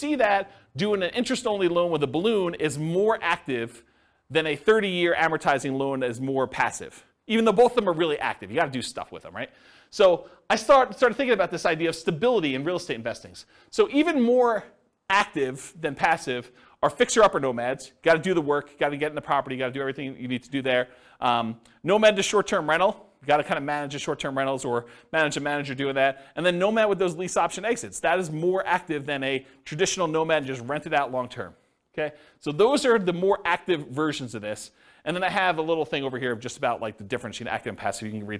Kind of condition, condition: setting, live audience